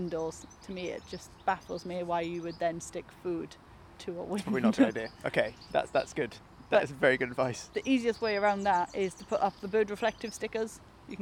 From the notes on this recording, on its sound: This one was recorded in the park earlier this summer, so you can hear more birdsong than you would in our usual studio.